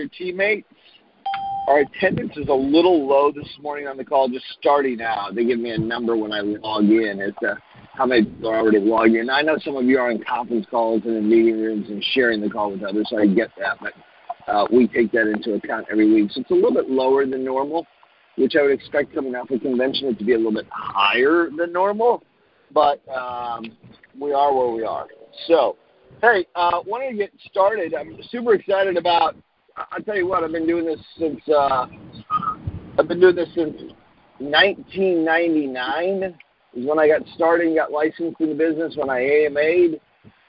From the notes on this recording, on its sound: Team Freedom conference call on 8/16/19